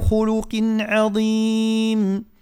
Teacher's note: عندنا حرف اللام ورد مرقق ما بين مفخمين